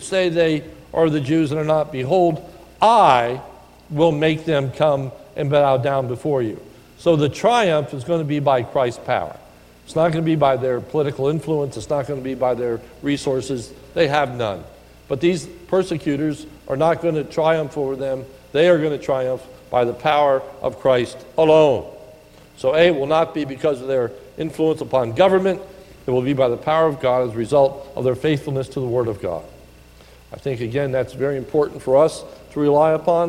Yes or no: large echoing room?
yes